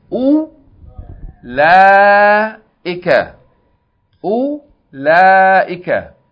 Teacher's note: the hamza with dhamma in the beginning is pronounced. But the wow after it is not pronounced.